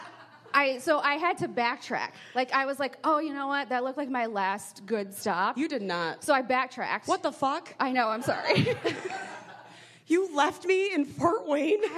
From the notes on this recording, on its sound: Live at the Maumee, Mary & Joseph Comedy Festival. The Homance goes on the road to Fort Wayne, Indiana. This is the live show recording from 816 Pint & Slice.